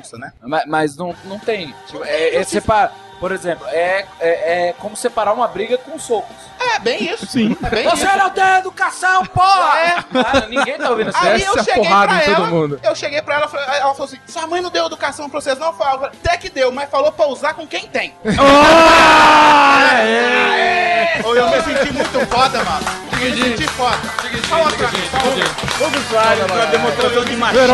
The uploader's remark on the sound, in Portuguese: Este episódio foi gravado AO VIVO direto do #CUBOGEEK na Campus Party 2012, evento que ocorreu no início de fevereiro em São Paulo!